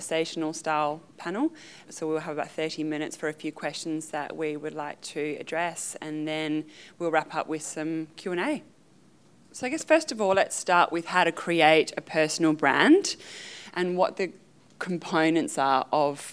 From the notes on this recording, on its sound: This presentation was recorded at UWA CareerConnect. This presentation was recorded at UWA CareerConnect .